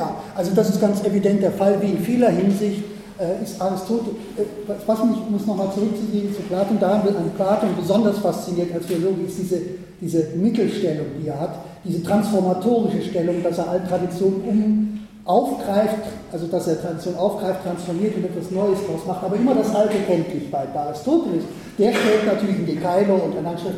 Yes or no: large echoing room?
yes